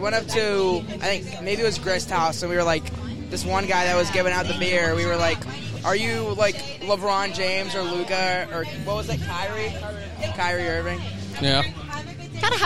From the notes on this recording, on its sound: LIVE from Rhythm & Brews 2023